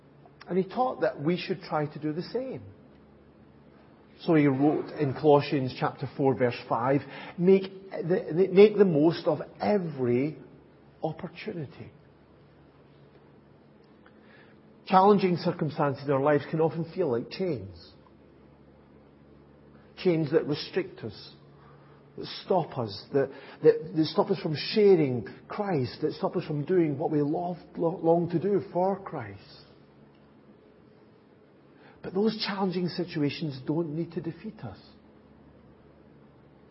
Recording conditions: large echoing room